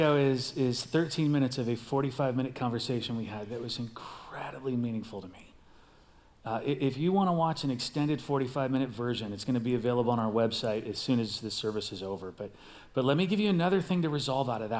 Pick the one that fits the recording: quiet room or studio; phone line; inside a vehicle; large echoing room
large echoing room